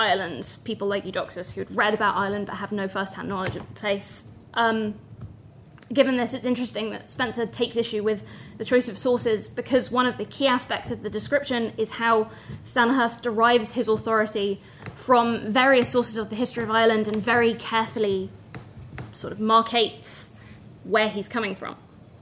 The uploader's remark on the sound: at the 2022 Tudor and Stuart Ireland Conference.